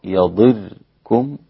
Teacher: بالتخفيف بكسر الضاد مع سكون الراء